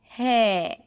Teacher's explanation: You don't wanna pronounce the R before you hear the pure vowel, the A vowel, hey. Only then you bring the tongue up for the R, hair, and round your lips just a bit, hair, her. · IPA: heəɹ